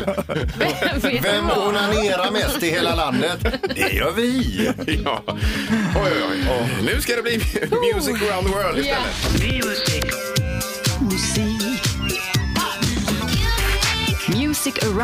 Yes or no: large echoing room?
no